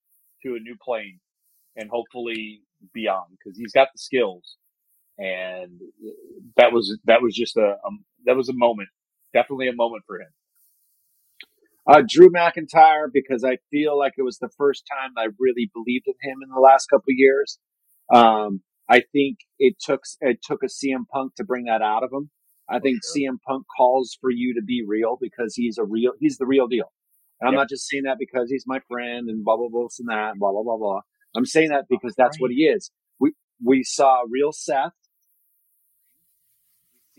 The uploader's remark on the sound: There are some sound issues; we did our best to fix them on our end.